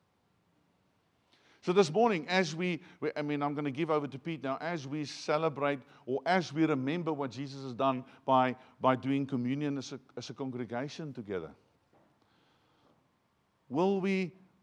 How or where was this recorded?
large echoing room